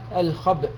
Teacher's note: بحركة كاملة على الحرف، فبالتالي تصبح الباء ساكنة فسيوقف عليها الخب بسكون الباء مع القلقلة بدون أثر للفتحة وبدون أثر للهمزة